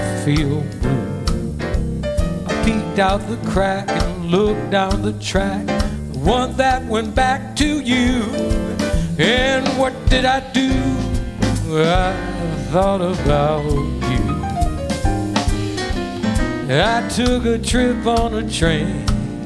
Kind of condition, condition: setting, live audience